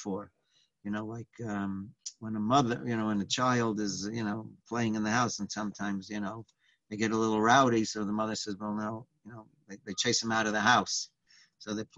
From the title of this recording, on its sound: Live On Zoom: 7-20-2020